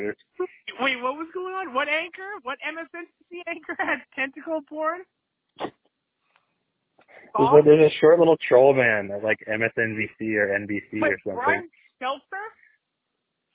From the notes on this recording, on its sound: PodcastJones Over Da Phone.